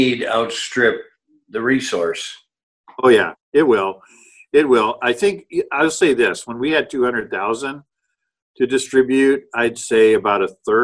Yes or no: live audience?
no